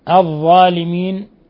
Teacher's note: الظالمين لام شمسية، الظالمين أضغمت اللام في الظاء